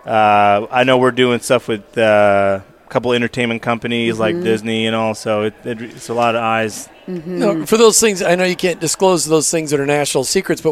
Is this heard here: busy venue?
yes